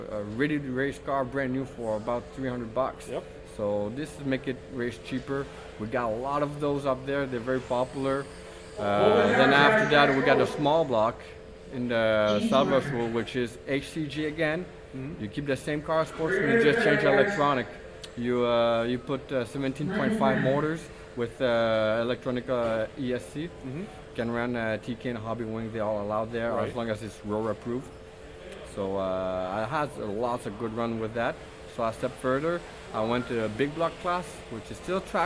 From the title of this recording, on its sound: Live from the RC Chili Bowl